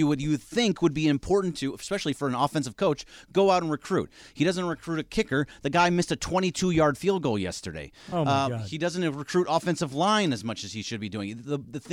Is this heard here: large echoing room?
no